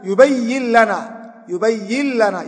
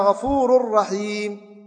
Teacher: وهو إدغام النون الساكنة أو التنوين في اللام والراء · Term: إدغام بغير غنة